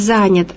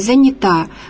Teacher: в мужском роде ударение падает в этой форме этого причастия, ударение падает на приставку, а в женском – на окончание